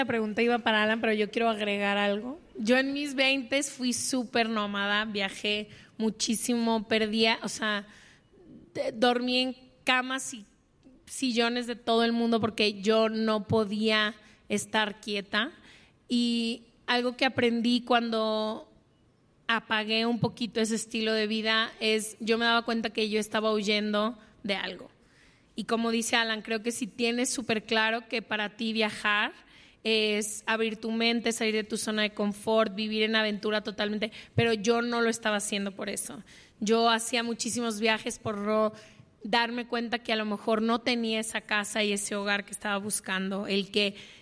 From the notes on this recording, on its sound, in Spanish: en vivo desde el Lunario del Auditorio Nacional en CDMX